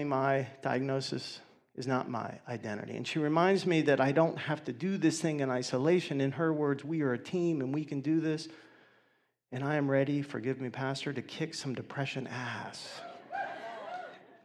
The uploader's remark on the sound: 2019 Awareness Conference